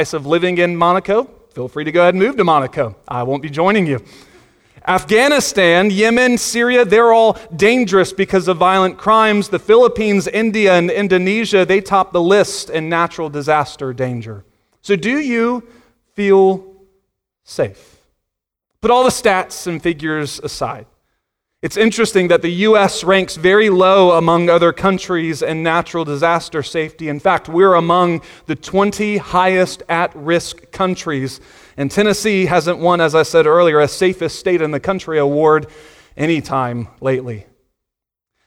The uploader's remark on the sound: Sunday Morning Sermon Audio